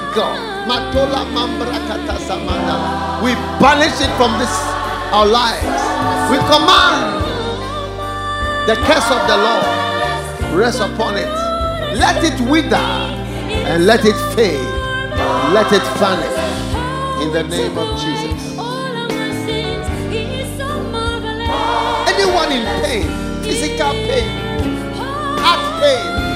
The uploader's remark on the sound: Preached at the FLOW Church Service.